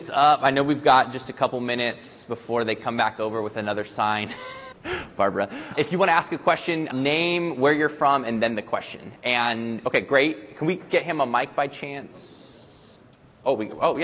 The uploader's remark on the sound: Panel discussion on The Future of Public Cloud Security: Emerging Technologies and Trends at Secure Miami. Audience Q&A.